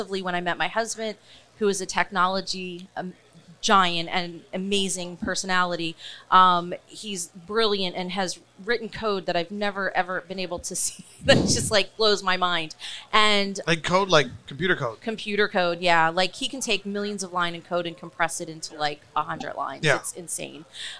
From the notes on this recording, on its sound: Recorded at MJUnpacked NYC